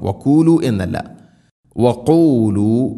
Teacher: ഖാഫ് തൊണ്ടയുടെ മുകൾ ഭാഗവും കഴിഞ്ഞ് ചെറുനാക്ക് മഹ്റജ്